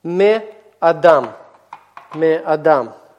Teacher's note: Поскольку гортанная у нас не удваивается, то вот отсутствие этого удвоения компенсируется удлинением предыдущего гласного.